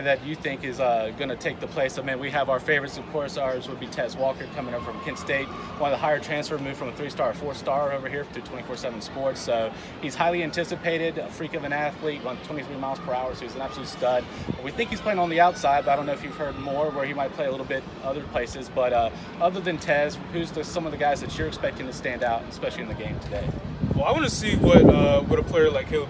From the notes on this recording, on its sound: live on location and UNC's Spring Game this past weekend